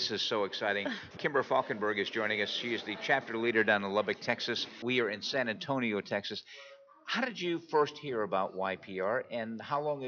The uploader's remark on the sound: At the 2015 TAAP Conference on Addiction Studies in San Antonio, TX.